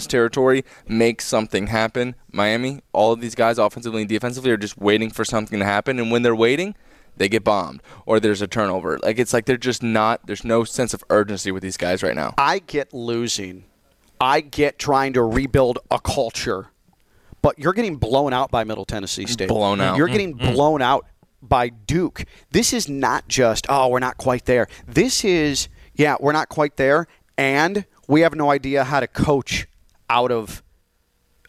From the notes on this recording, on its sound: live from iThink Financial in Boca!